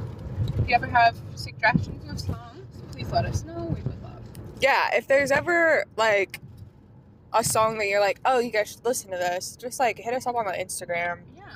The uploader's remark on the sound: Carcast.